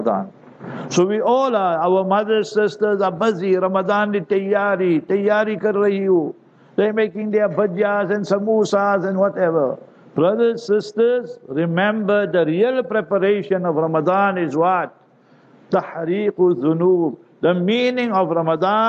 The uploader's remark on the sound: Jumah Lecture at Glenearn Road Soofie Masjid